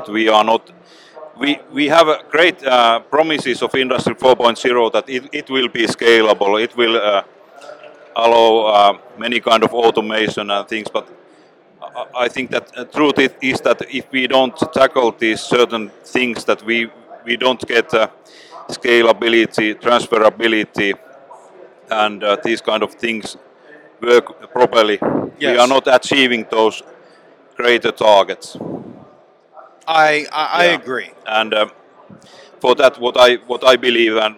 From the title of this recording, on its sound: Live From Hannover Messe 2023